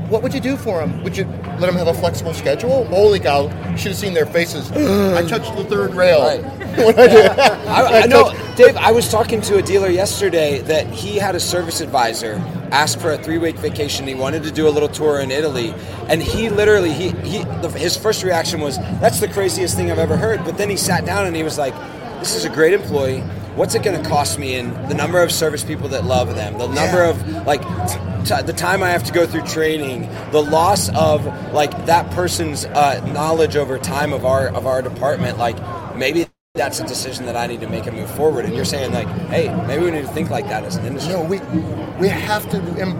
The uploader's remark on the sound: We're live from the NADA Show Floor for the Ribbon Cutting. We grabbed a couple of friends to chat about their NADA Show experience so far.